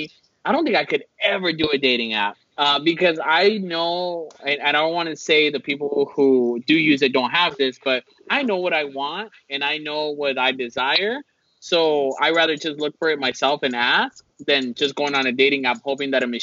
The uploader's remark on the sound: This was a Skype recording as we practice social distancing!